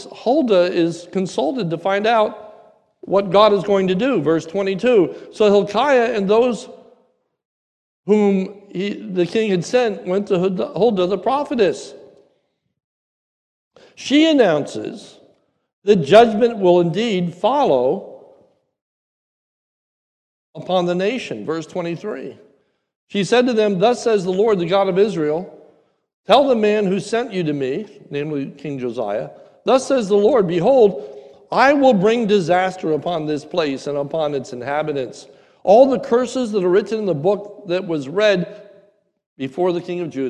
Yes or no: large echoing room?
yes